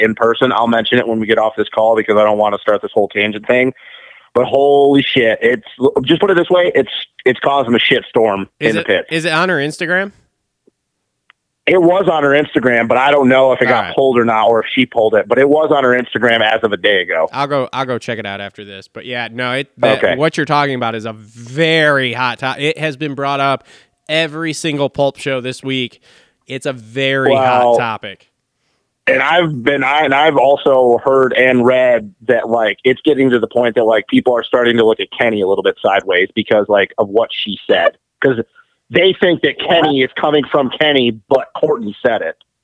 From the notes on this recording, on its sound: get on the phone